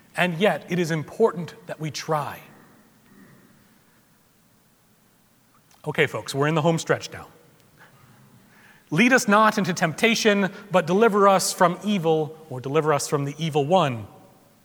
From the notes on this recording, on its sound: Recorded February 19, 2017 at Trinity Presbyterian Church in Bixby, Okla.